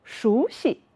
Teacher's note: 西这个字本音应该念成一声西，在这个词语里面我们要读成轻声，熟悉。你也读一遍，这个词我